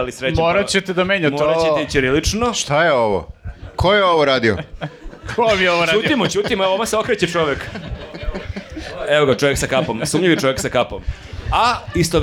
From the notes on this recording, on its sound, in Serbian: Ove nedelje gostovali smo u Gornjem Milanovcu, snimili još jedan live podkast. Hvala ljudima iz Udruženju "Uzinat" na gostoprimstvu.